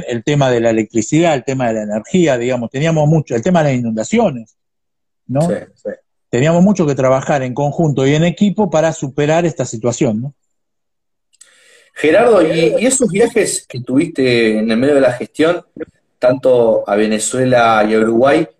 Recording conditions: video call